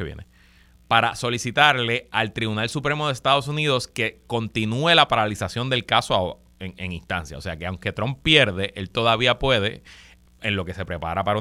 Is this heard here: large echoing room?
no